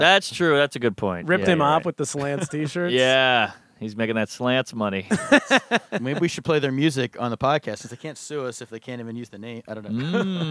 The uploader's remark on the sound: live from Cesar Chavez Park in Sacramento, California